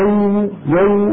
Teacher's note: الواو حرف رخو فبيكون فيه مطة